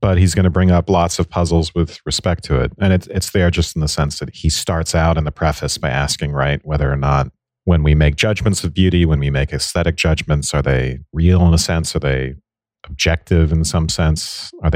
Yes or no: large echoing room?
no